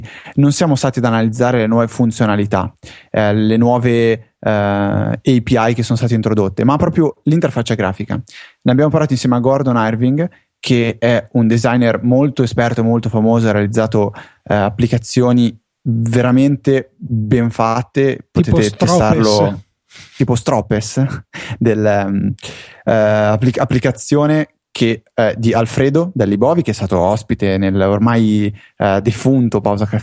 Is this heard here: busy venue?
no